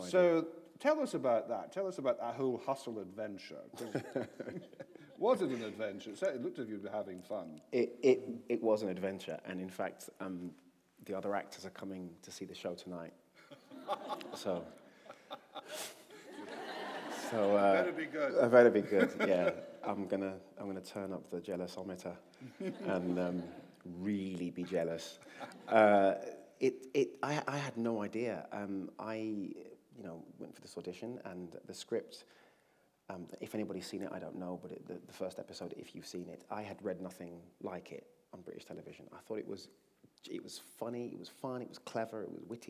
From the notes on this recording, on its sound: This is a recording of a live Platform event from June 2013.